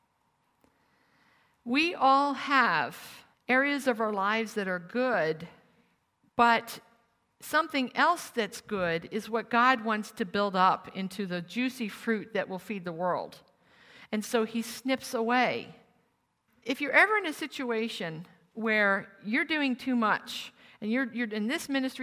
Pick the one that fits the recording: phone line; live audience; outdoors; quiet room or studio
live audience